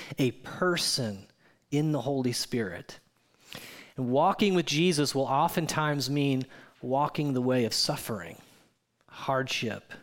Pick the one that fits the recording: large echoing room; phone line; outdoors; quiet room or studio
large echoing room